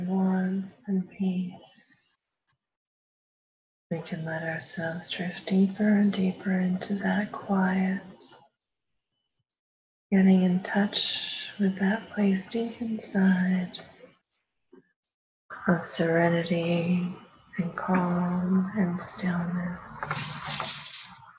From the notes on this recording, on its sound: Prerecorded LIVE workshop. This is a recording of a weekly live workshop, hosted virtually.